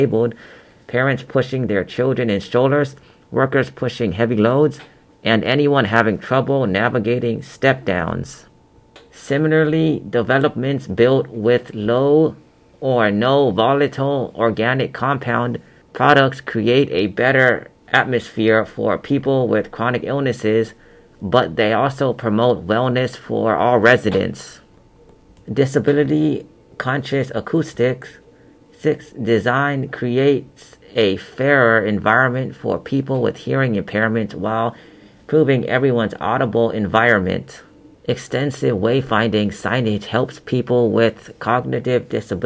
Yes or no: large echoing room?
no